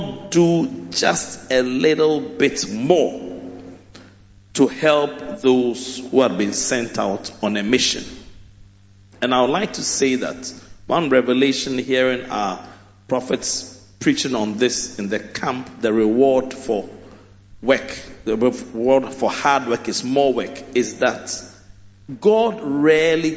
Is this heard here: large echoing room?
yes